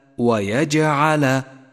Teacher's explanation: تأمل صفة القلقلة لحرف الجيم في كلمة ويجعل، ويجعل، ولاحظ كيف كانت الجيم واضحة وقوية بسبب صفة القلقلة ويجعل، وهي هنا قلقلة صغرى لأنها وقعت في وسط الكلمة.